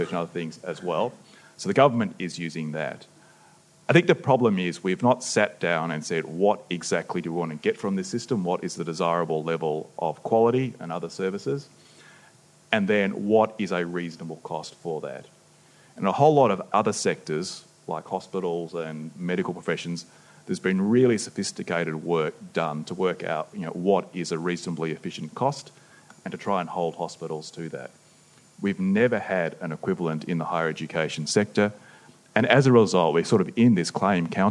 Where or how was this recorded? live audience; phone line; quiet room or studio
live audience